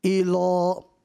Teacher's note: اس لام کو باریک پڑھنا ہے، اس میں جلالت اللہ کا لام نہیں ہے